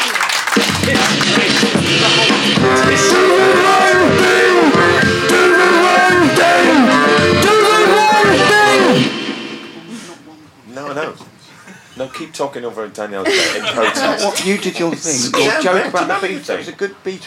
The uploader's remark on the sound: recorded at the Pleasance at the Edinburgh Fringe 2012